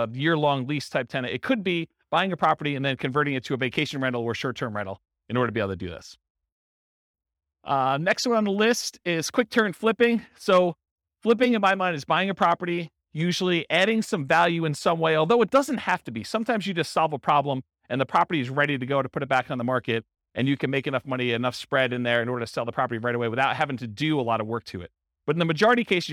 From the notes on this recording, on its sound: This was a live class recorded to give investors a solid qualitative overview of all the different real estate investing strategies. In-person version.